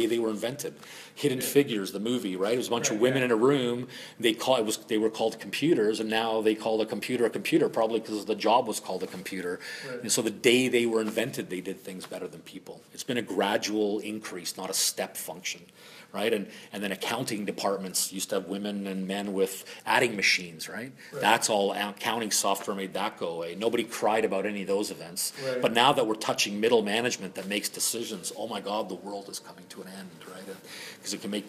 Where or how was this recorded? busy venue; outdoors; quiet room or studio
busy venue